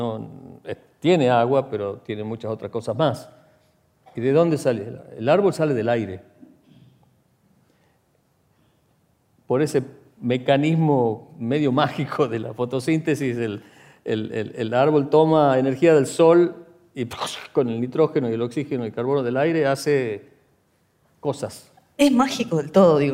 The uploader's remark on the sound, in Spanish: Este es un episodio especial de Aprender de Grandes que grabamos con audiencia en vivo en el auditorio del Centro Cultural de la Ciencia en Buenos Aires.